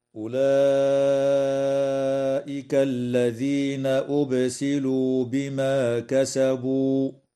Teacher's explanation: تمد الألف قبل الهمزة من كلمة أولئك من قبيل المد المتصل بمقدار 4 أو 5 حركات، وتقلقل الباء في كلمة أبسلوا، ويجوز الوقف على قوله تعالى: بما كسبوا من قبيل الوقف الكافي، هكذا: أولئك الذين أبسلوا بما كسبوا.